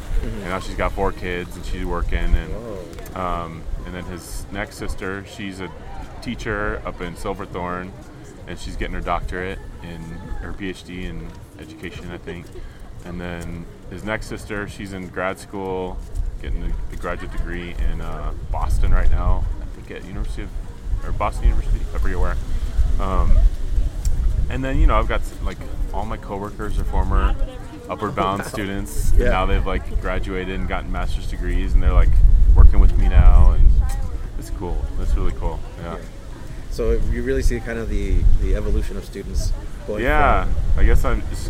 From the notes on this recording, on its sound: The sounds of First Generation Day at Colorado State University.